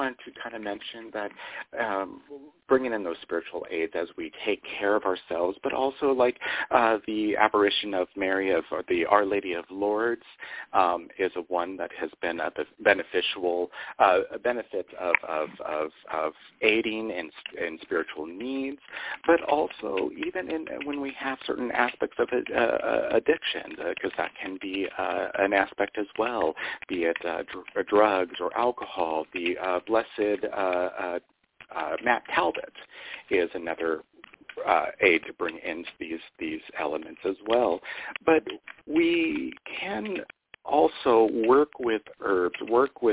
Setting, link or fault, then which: link, phone line